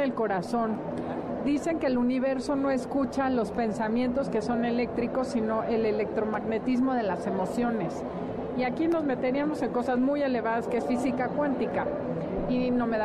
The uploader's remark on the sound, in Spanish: Transmisión especial desde el Festival del Adulto Mayor. En el marco del Festival del Adulto Mayor, que reunió a los mejores expositores de bienestar y salud.